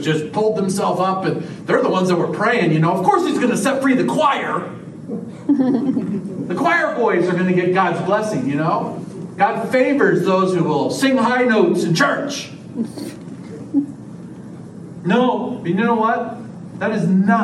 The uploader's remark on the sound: This is a sermon I preached at the Union Gospel Mission Men's Shelter on April 11th, 2023.